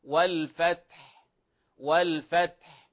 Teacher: وانتبهوا أن تظهر الحاء حرف الهمس